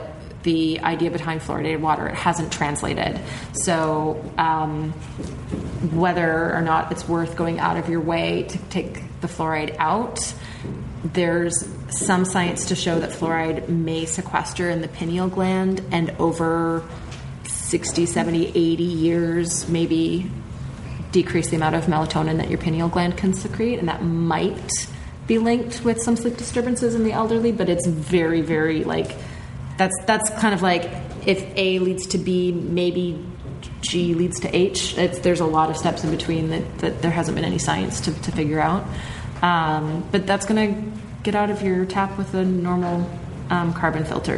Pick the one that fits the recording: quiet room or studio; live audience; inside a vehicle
live audience